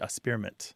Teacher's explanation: some people kind of skip the K sound and they say experiment